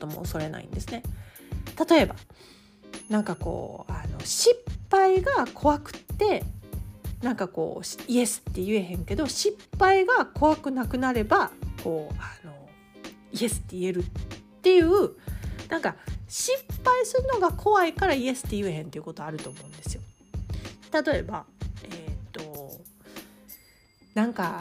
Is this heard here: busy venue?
no